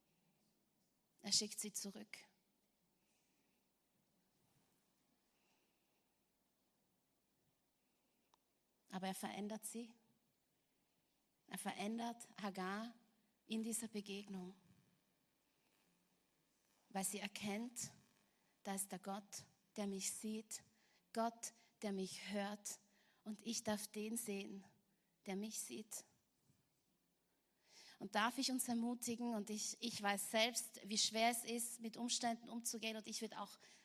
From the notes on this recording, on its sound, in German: Gottesdienst live aus der LIFE Church Wien.